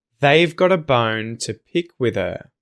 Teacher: a bunch of these less crucial words, the kind of filler words, are getting de-emphasized, unemphasized, and turned into that schwa sound